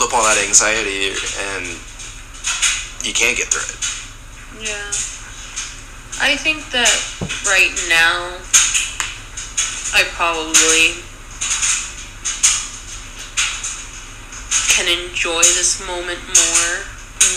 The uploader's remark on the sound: I do apologize for the background noise.